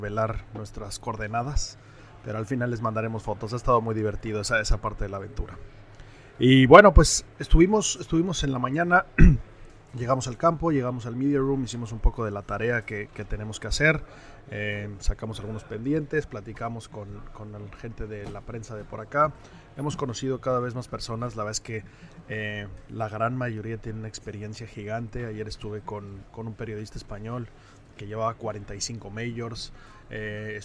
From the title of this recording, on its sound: Live from The Open